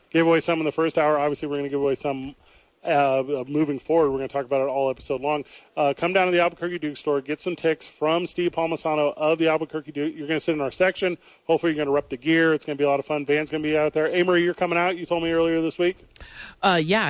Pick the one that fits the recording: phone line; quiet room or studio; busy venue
busy venue